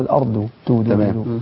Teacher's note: الضاد دائما كثير من القراء الذين قرأوا أمامي الآن بيبدلوها بالدال